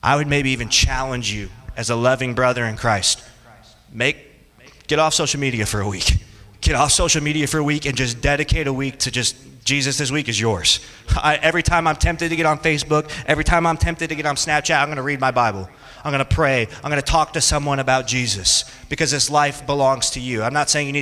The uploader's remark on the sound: Teaches a group of college students about three realities concerning the Lordship of Christ. This sermon was preached on June 19th, 2023 in Orlando, Florida.